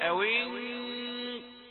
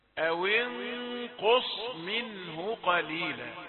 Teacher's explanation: نون حرف مرقق ثم تبدأ في تفخيم الغنة لأنها داخلة على القاف، لا تفخم من البداية تقول أوين أوين، لا أوي كسرة، والنون أوين تبدأ تفخم الغنة من بدايتها.